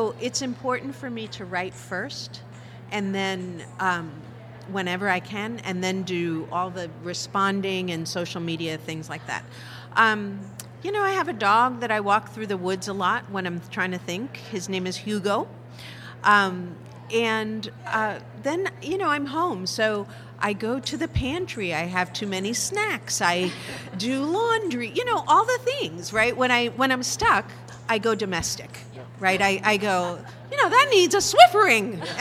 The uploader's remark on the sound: Part two of a special LIVE episode.